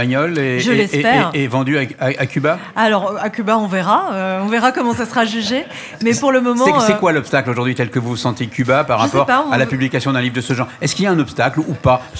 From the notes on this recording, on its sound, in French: Était sur les radios de la FRAMA en direct du salon du livre dimanche 2 octobre 2022.